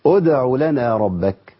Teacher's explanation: نبدأ بقى بالهمزة هنا، هنبدأ بهمزة مضمومة